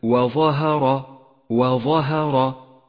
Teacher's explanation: وظهر، ولاحظ كيف جاء حرف الظاء المفخم متوسطا بين حرفين مرققين هما الواو والهاء